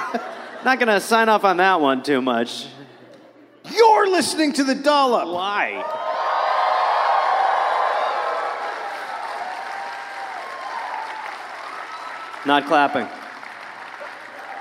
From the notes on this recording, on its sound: Recorded live in Madison.